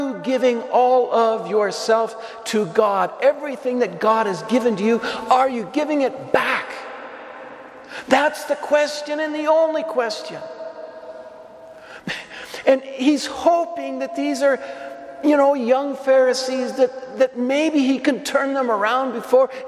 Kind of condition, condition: setting, large echoing room